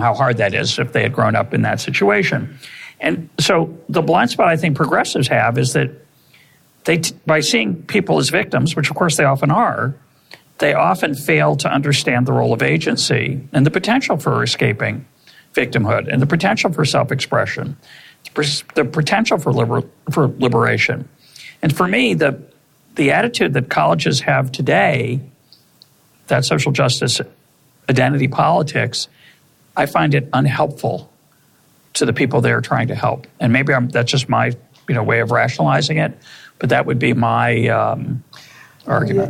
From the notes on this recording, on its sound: In front of a live audience at the Cato Institute.